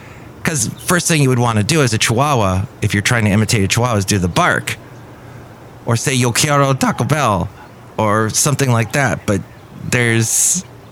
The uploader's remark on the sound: podcasts live from Café Anyway